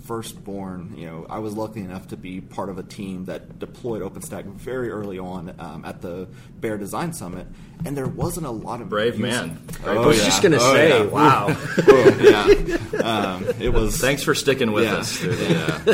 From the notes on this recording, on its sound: Live from OSCON!